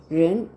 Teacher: 舌音になります。反り舌音ですね。口の中で下を巻き上げて、上に反り上げて、その隙間、左右の隙間から息を漏らすようにして